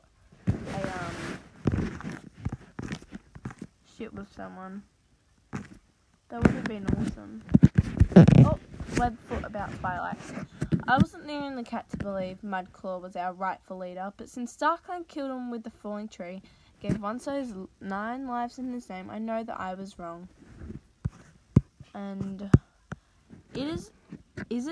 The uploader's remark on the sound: sounds like i swear but i don't just glitchy